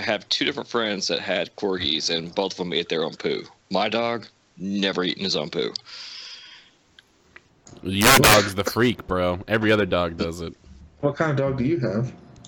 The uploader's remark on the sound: Bad Audio. The audio is rough so we apologize.